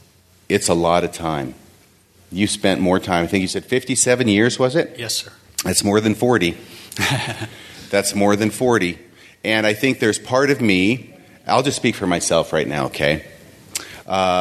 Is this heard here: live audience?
yes